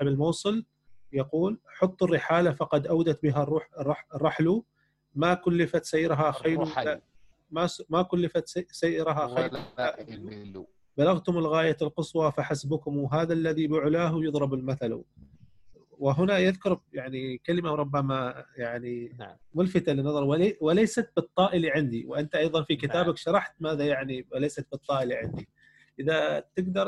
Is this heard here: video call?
yes